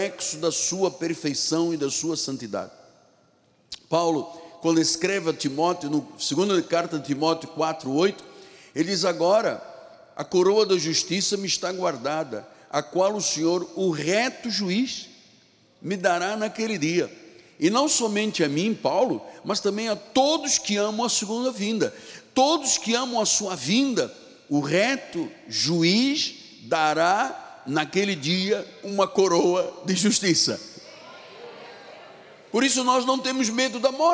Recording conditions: large echoing room